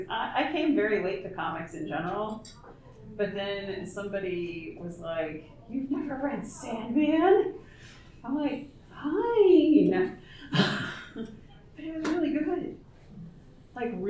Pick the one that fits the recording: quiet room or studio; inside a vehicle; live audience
live audience